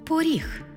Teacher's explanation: Звук «о» наближається до звуку «у»